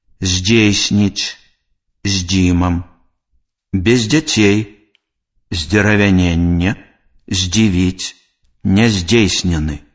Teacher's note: Звонкі зычны «з» перад мяккімі зычнымі «дз», «л», «з», «б», «в», «м», «н» вымаўляецца мякка.